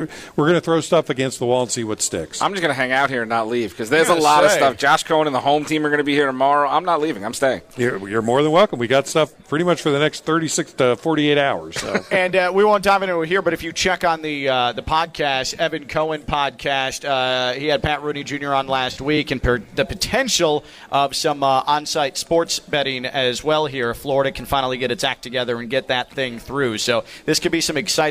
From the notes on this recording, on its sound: Draft Day Live From Palm Beach Kennel Club. On site at the Palm Beach Kennel Club at the Paddock Restaurant.